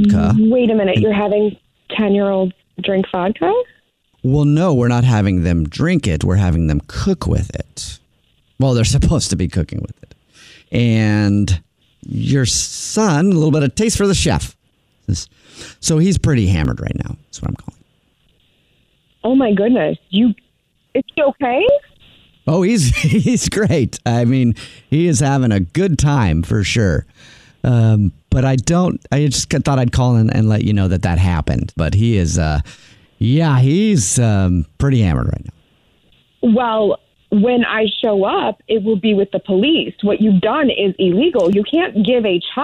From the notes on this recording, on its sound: Phone Prank